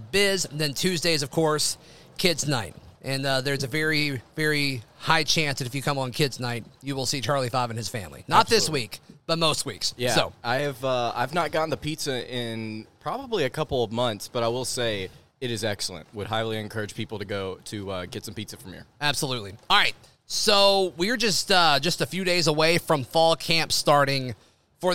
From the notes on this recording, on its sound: live from Baumhower's